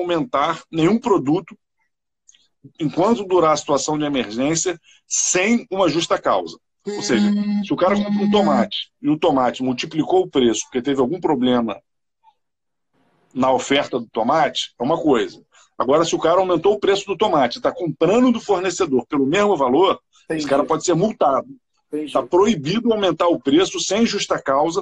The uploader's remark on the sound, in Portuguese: LIVE no Instagram